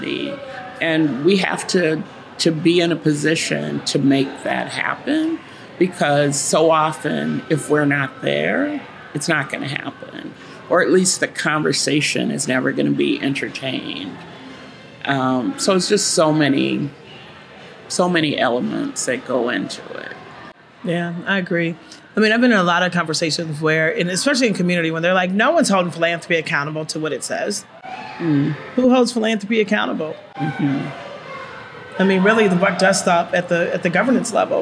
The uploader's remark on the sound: recorded during the "Portraits of Us" Book Launch Celebration